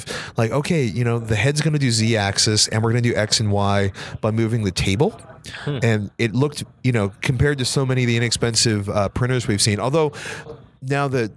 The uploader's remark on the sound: We kick off the year with a podcast recording at the CES in Las Vegas!